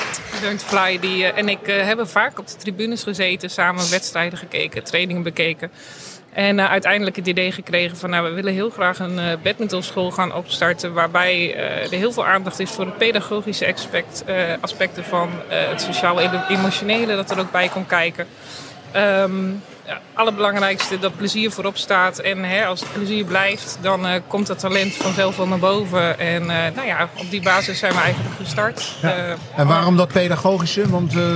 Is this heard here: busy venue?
yes